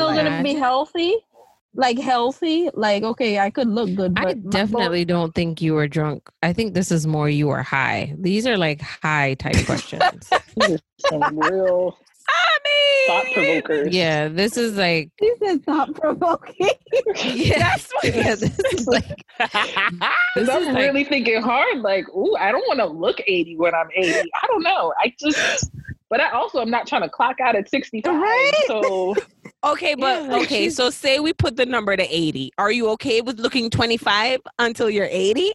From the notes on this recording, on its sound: The ladies decided to have a girl's night in- Zoom style.